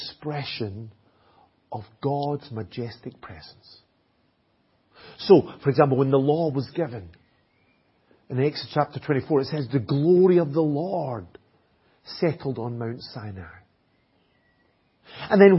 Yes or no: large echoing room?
yes